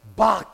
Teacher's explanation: If you say Bach right, you got to act like you're clearing your throat at the end of it · Term: gutturals